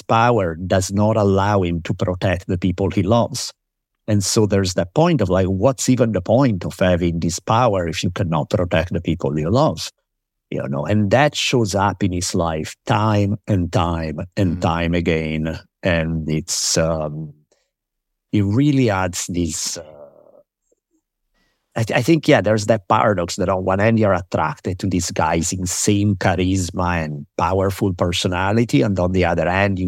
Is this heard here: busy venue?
no